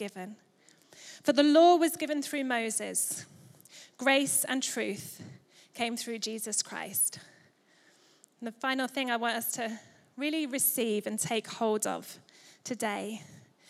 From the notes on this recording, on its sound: Recorded live at Life Church Lancashire